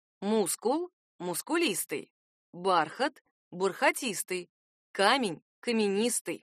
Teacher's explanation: Это важно знать, потому что от количества слогов в существительном зависит ударение в прилагательном. Итак, если ударный слог первый, ударение смещается